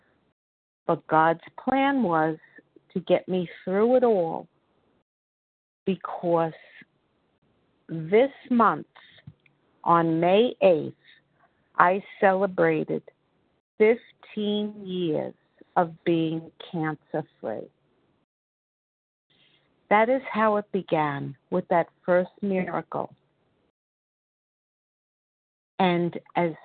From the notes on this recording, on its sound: 100 Pounders Phone Meeting